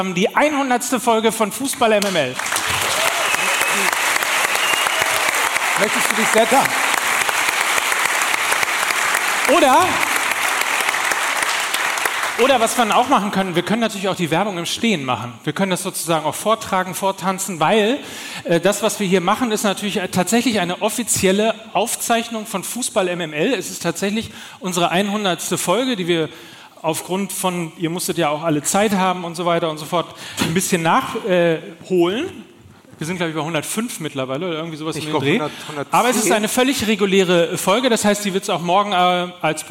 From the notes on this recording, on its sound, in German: Und am Ende stehen drei Typen auf der Bühne und können ihr Glück kaum fassen. Wir waren in Hamburg, vor Publikum und durften endlich in jene Gesichter schauen, die uns sonst nur vom Hören kennen.